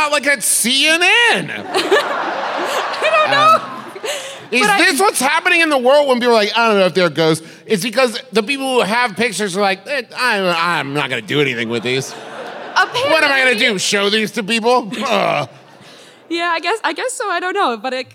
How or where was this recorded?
live audience